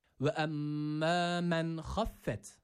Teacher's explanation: Burada şeddeli olan mim harfini bir elif miktarı uzatıyoruz. E-A arası bir sesle.